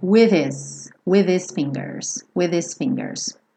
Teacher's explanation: esse H do his, ele vai dar uma sumida